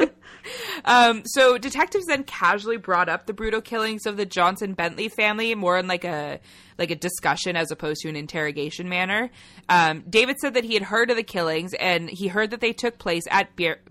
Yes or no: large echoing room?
no